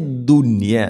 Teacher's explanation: ദുനിയ നോക്കൂ, ഇവിടെ സാക്കിന നൂന് ശേഷം യാ വരുമ്പോൾ ശരിക്കും ഇവിടെ ഇദ്ഗാം ബിഗുന്നയാണ്. അതേസമയം ദുനിയ എന്നത് ഒറ്റ പദത്തിലാണ് നൂനും യാ ഉള്ളത്, അതുകൊണ്ട് അവിടെ ഇസ്ഹാറാണ് ചെയ്യുക. വെളിവാക്കി ഉച്ചരിക്കണം, മണിക്കരുത്.